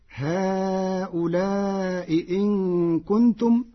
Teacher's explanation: قرأ ورش هؤلاء إن كنتم بتسهيل الهمزة الثانية وإبدالها حرف مد مشبع